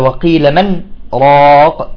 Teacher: امتنع الإدغام بسبب السكت